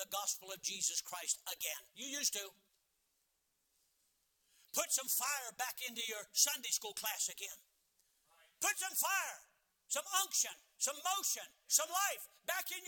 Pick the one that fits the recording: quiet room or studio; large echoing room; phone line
large echoing room